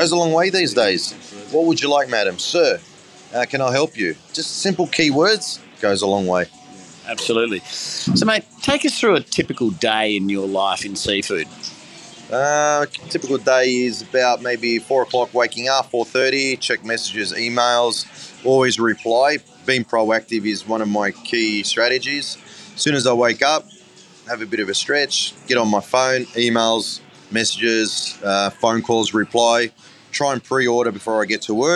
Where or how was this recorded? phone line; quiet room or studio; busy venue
busy venue